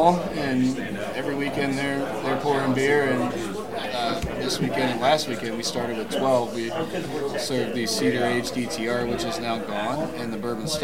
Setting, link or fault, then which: setting, busy venue